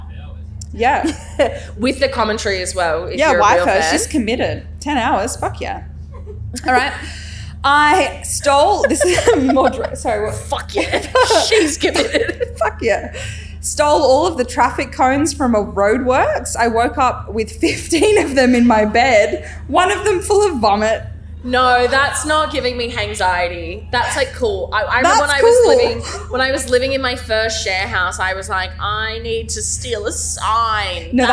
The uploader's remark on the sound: coming to you from our Splendour in the Grass LIVE SHOW!